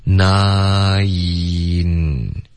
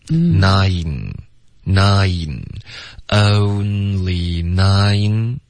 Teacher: 你要发的是一个 nai，然后舌尖再顶上去